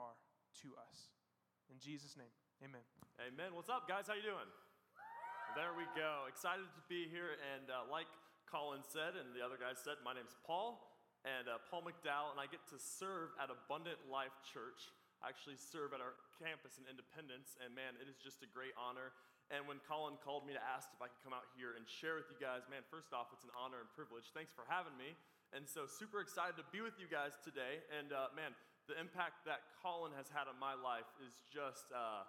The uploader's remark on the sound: This is the recording of our event "24"!